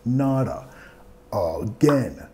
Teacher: Nota que vamos a vincular con la R suave de español. Not again. También enfatizando la segunda sílaba de again.